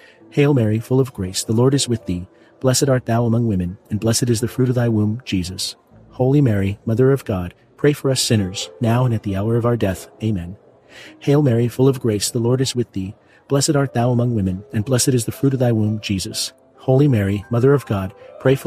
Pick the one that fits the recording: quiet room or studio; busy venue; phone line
busy venue